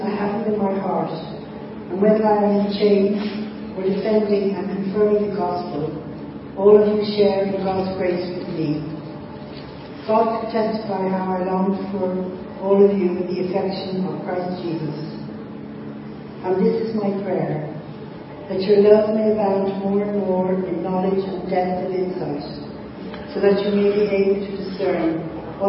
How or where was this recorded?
large echoing room